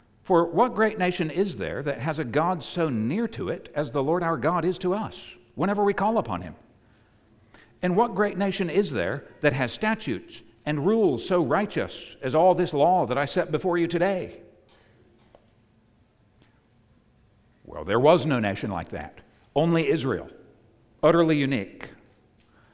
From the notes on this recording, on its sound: preached at the United Christian Church of Dubai